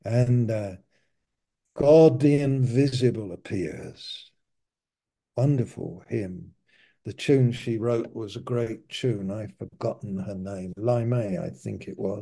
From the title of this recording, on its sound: Malaysia Meets (Zoom)